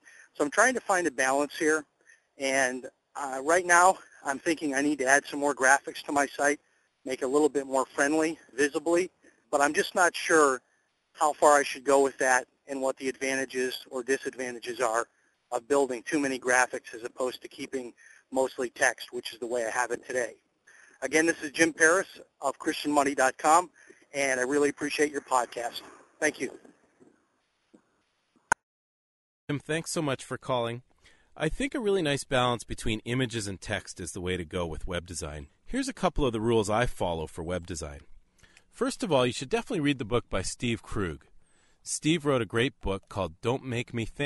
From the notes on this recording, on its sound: The World’s First Ever Beaver cast recorded on a Beaver dam in Northern Ontario, Canada.